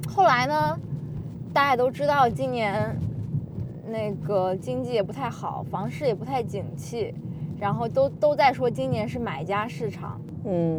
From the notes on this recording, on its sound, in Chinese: 喜提新居钥匙当天的车内录音。